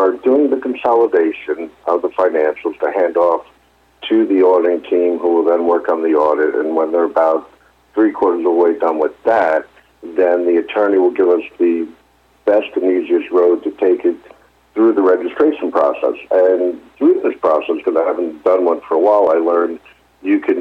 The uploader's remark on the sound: Is featured live on SmallCapVoice for the April 4th Investor Conference Call.